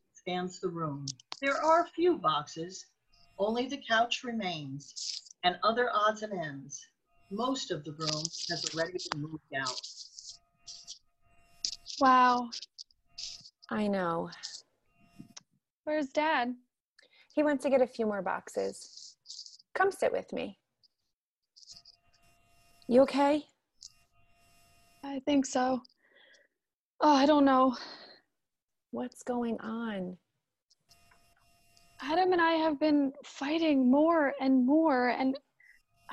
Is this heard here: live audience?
no